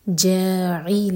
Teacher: جا پہلے پورا دو حرکہ کھینچ لیں مد تبعی، اس کے بعد عین کا ساؤنڈ آنا چاہیے. جاعل لام ساکن پر جھٹکا نہ ہو.